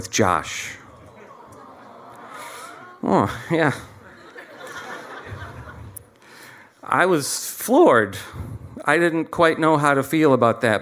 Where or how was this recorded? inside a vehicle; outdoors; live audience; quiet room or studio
live audience